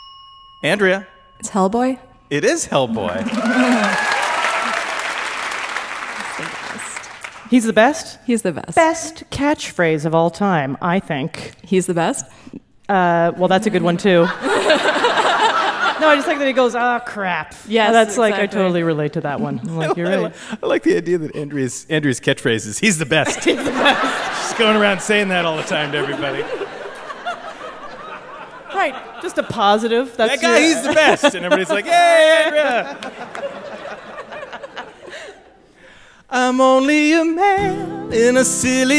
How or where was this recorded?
busy venue